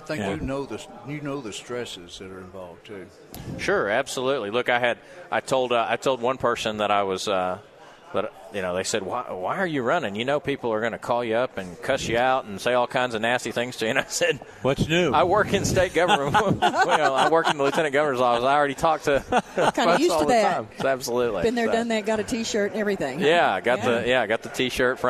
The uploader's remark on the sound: Live at the State Capitol for Filing Day